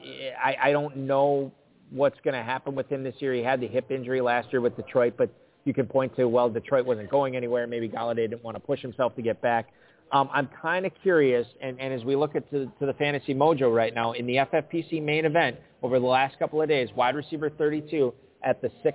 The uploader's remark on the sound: Live at the 2021 Kentucky Fantasy Football State Championship (KFFSC). Broadcasting from Louisville at the 2021 Kentucky Fantasy Football State Championship (KFFSC).